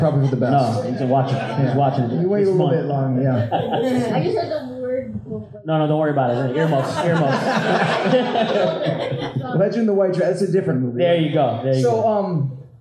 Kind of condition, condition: setting, busy venue